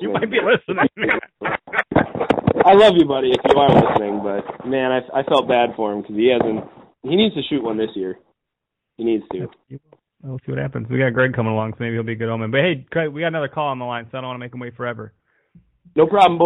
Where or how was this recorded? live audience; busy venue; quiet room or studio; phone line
phone line